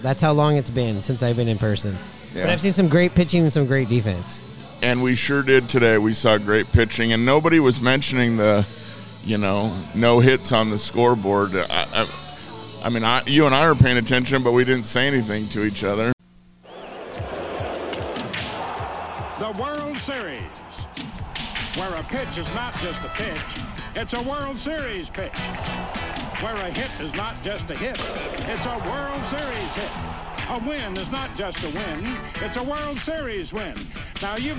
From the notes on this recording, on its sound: Recorded at Murphy's Irish Pub on 45th. Recorded at Murphy's on 45th.